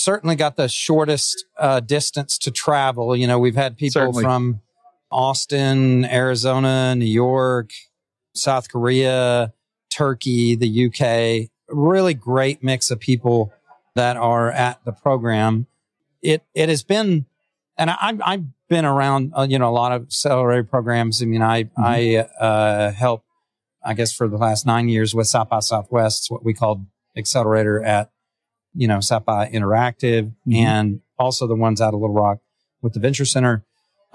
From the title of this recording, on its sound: NWA Tech Summit Live